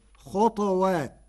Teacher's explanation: قرأ ورش كلمة خطوات بسكون الطاء فتصير خطوات